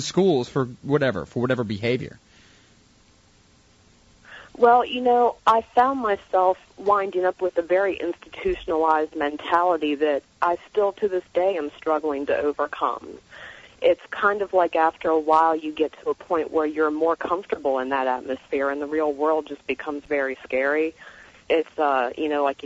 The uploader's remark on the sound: We spend the first hour taking phone calls